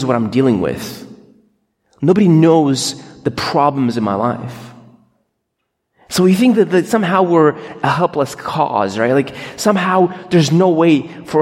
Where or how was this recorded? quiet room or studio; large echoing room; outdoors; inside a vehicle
large echoing room